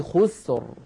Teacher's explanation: الراء ساكنة، قبلها ساكن، وقبله مضموم وهو الخاء، إذن أيضا نفخمها